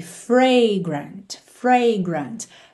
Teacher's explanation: percebe que esse som da primeira letra A é o A aberto, ok? A, fragrant, fragrant.